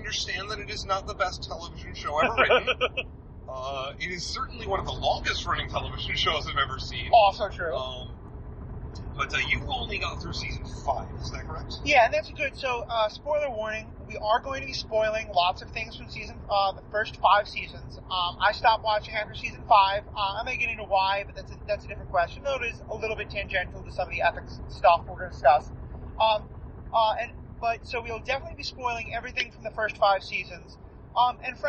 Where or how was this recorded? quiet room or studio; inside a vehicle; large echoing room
inside a vehicle